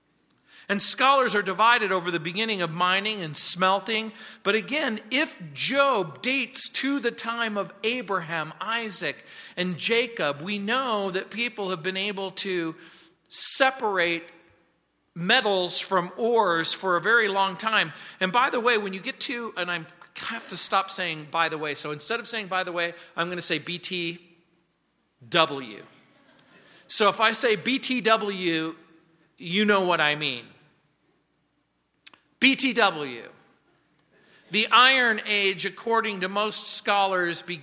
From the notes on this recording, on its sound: On Wednesday nights. At Calvary South Denver in Littleton CO.